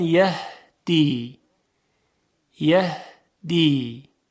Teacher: میبینیم که هوا از میان تارهای صوتی عبور میکنه، منتها تارهای صوتی یک مقداری محدودیت ایجاد میکنن و در اثر سایش هوا و عبور اون از تارهای صوتی صدای حرف ها ایجاد میشه.